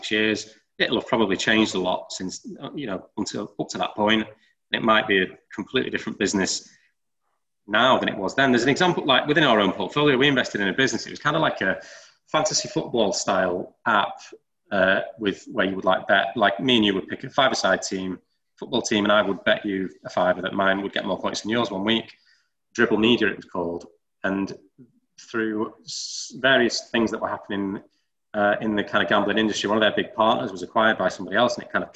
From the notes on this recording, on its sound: TFN Webinar. An hour long webinar.